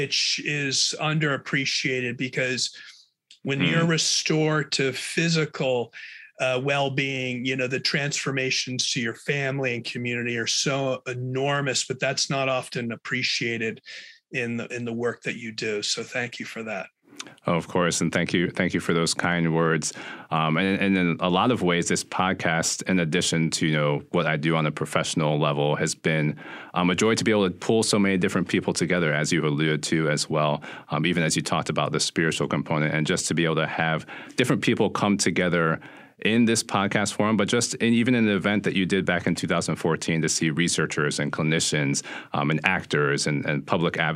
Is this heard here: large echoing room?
no